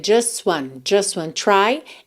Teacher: como você não ouve o T, vai direto do S